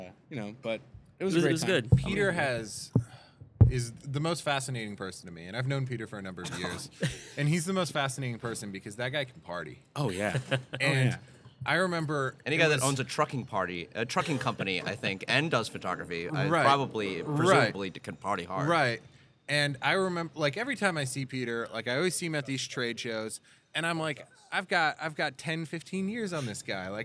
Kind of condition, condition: setting, busy venue